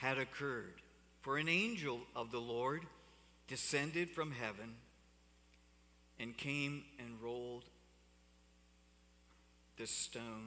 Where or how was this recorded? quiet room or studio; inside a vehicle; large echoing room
large echoing room